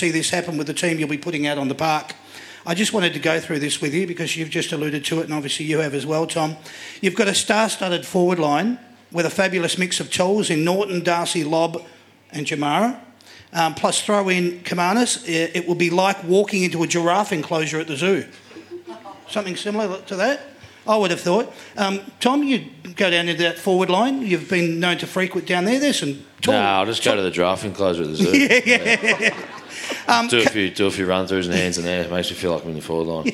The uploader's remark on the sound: That's Good for Footy panel show LIVE from the Waterfront on the Pier, Port Melbourne.